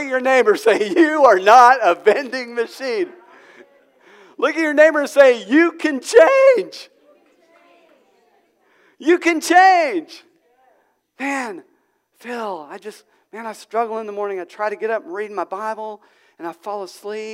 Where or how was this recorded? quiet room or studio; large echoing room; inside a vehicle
large echoing room